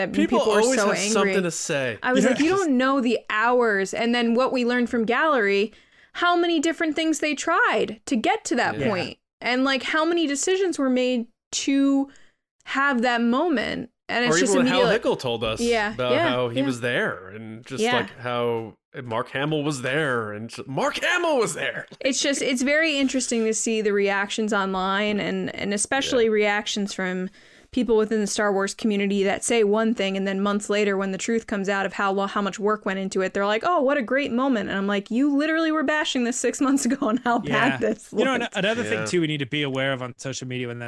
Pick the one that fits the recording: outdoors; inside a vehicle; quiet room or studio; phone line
quiet room or studio